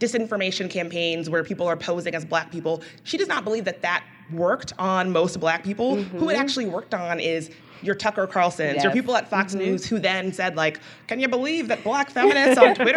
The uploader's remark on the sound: ICYMI went to Austin this week and recorded a live show at South by Southwest.